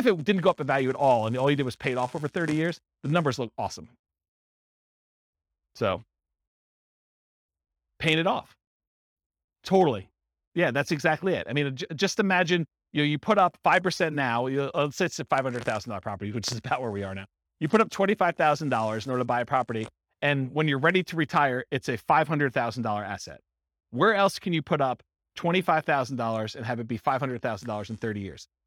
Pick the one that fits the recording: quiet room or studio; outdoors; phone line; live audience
live audience